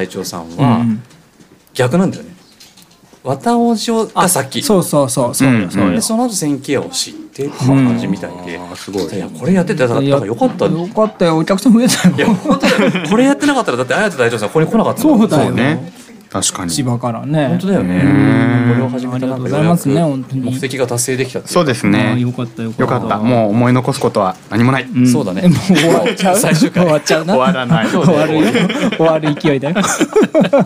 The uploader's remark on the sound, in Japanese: 公開収録。10月に行われたセンキヤセカンドストリート（フリマ）の会場でわたおじ生収録！